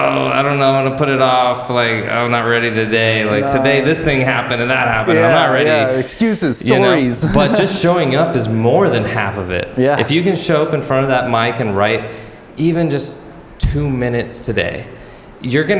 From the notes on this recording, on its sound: On this very special live episode recorded at Art of Consciousness, an Earth Day Celebration of Visionary Art, Music and Culture in San Antonio.